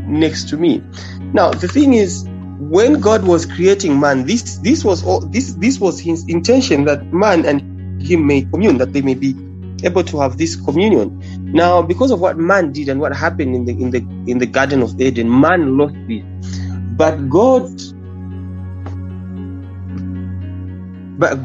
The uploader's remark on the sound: youth zoom meeting